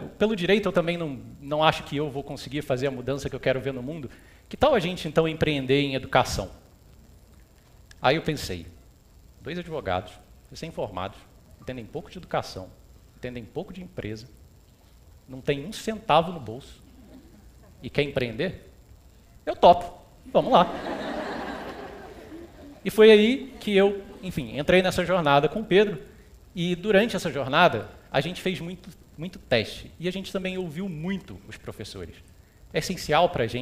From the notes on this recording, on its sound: TEDxRioED. This talk was given at a TEDx event using the TED conference format but independently organized by a local community.